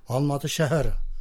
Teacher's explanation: Шәһәрі көмейге жақын айтылады. Алматы шәһәрі. · Term: ха